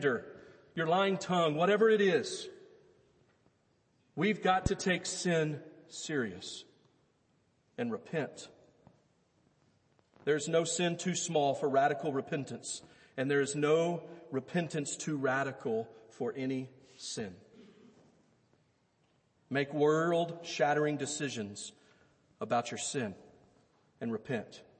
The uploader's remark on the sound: Easter Service First Baptist Belton Texas Sunday morning sermon